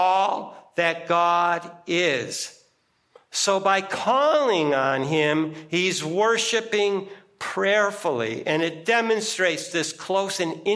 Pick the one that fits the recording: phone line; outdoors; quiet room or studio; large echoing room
large echoing room